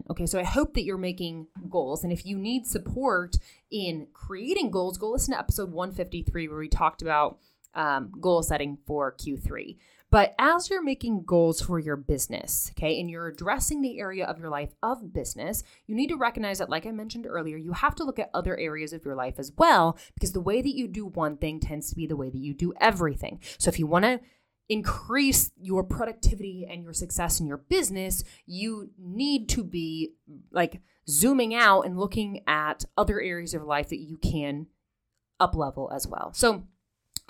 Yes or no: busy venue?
no